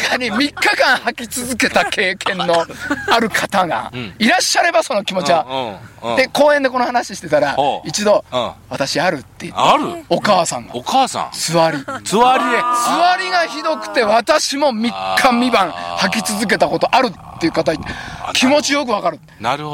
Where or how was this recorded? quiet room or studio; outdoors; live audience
outdoors